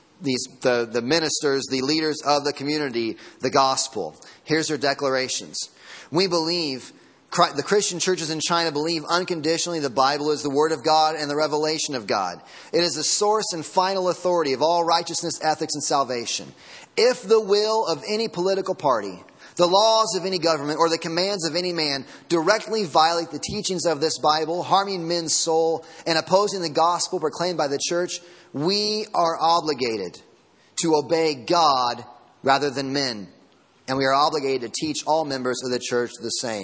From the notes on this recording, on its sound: Sermon Audio from Sunday Morning